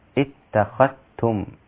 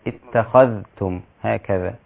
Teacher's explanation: الذال مع التاء أدغم عند شعبة إدغاما كاملا فتقول اتخذتم من الخاء إلى التاء مباشرة